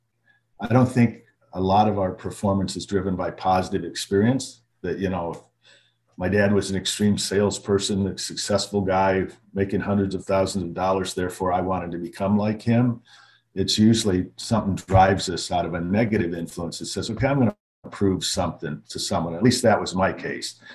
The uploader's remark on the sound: Now I can say I've done a show with Covid. Quarantined in a hotel room on an island, I borrowed a professional microphone, had access to Zoom, and way we went. As I record this episode, I am still in quarantine.